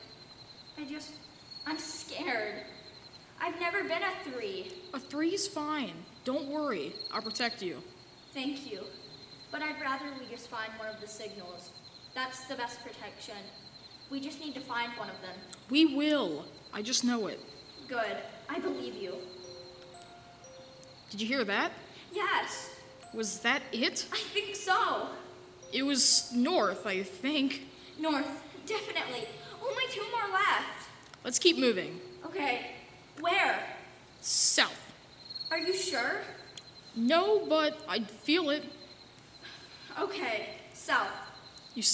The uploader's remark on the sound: It was recorded in front of a live audience. By Thespian Troupe 4592 of Madison High School in Middletown, Ohio.